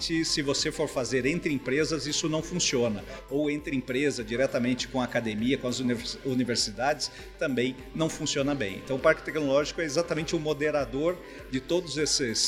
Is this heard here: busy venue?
yes